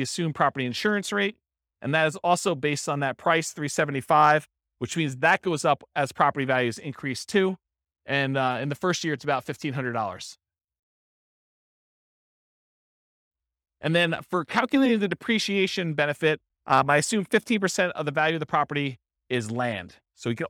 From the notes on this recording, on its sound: This was a live class recorded